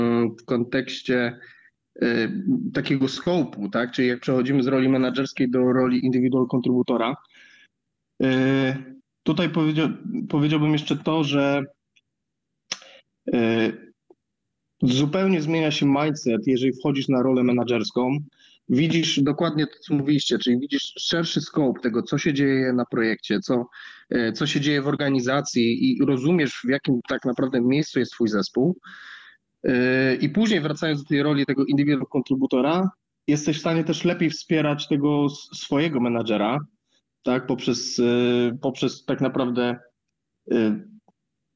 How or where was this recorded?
video call